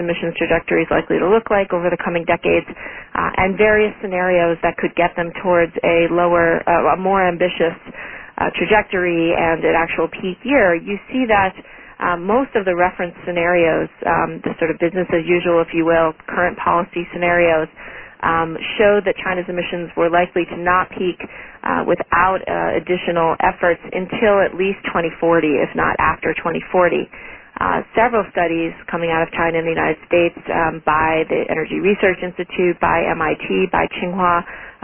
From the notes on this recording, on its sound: Join an on-the-record teleconference. Q&A follows the speakers' remarks.